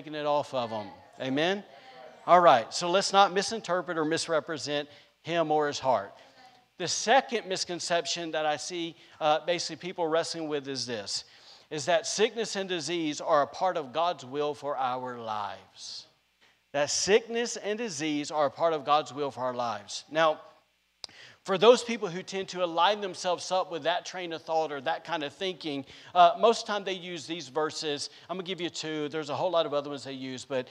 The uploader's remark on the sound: was recorded on Sunday, August 22nd, 2021, during service at The Anchor Church in Rockport, Maine.